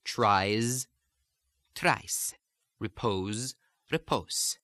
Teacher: the Z sound, which in most situations in Italian becomes a voiceless S sound.